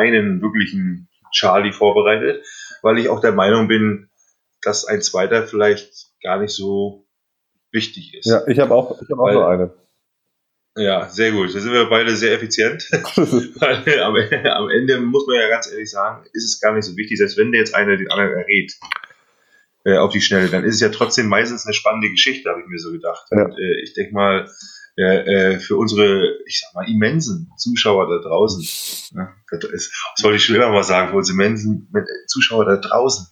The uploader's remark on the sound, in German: Das ist eine unsere Probefolgen, also wundert euch nicht über die Tonqualität und unsere (noch) amateurhaften Vorträge!